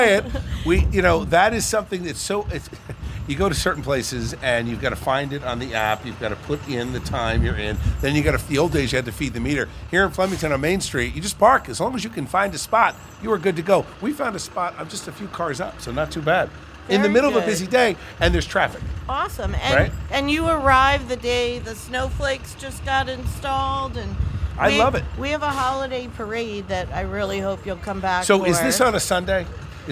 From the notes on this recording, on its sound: we're LIVE from Main Street in Flemington.